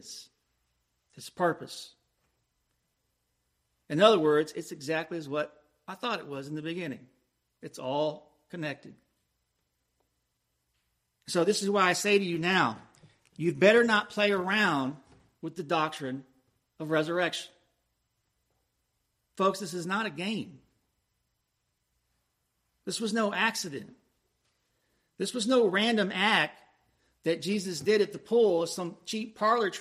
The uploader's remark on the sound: Preached at Christ Presbyterian Church, Lakeland, FL.